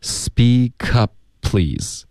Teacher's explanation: Speakup，OK。然后 cup 这个 p 的音跟 please 这个 p 的音。有点冲突，连发两个一模一样的音。如果你说 speak upplease， upplease， upplease，我这样说有点口吃了感觉，就不舒服，所以我们就省第一个 speakup，你的嘴唇合上导致一个干脆的停顿 · Term: 一个停顿代表第一个 p 的音